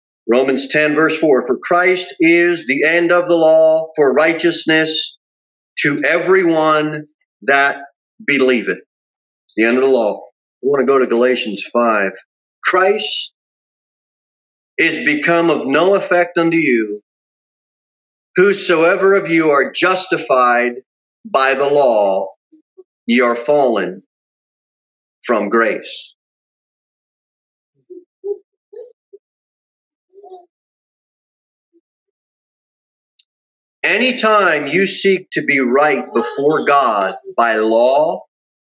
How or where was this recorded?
large echoing room